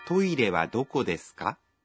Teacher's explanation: perguntas em japonês são feitas com a partícula K ao final da frase e com uma entonação ascendente